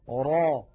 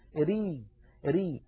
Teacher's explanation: أيضا أريد أن أنبهكم على شيء يا إخوة، الراء كما نعلم وكما سيأتي معنا في صفات الحروف لها حالتان. الراء العربية إما أن تكون مفخمة را، وإما أن تكون مرققة ري ري